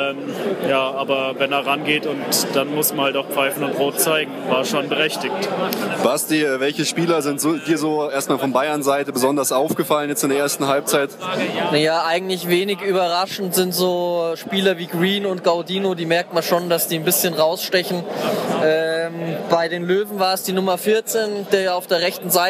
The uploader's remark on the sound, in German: Stadionfolge FC Bayern München Amateure - 1860 München II. Wir haben eine kleine Stadionfolge aufgenommen.